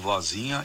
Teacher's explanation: A sílaba tônica de vozinha é zi. · Term: paroxítona